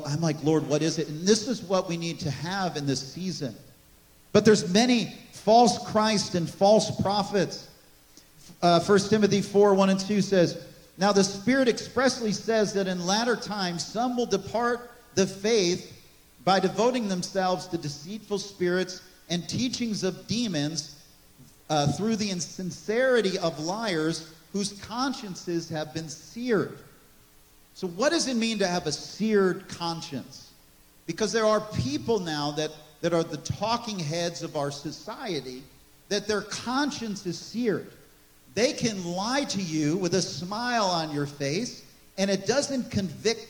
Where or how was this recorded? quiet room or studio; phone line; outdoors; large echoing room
large echoing room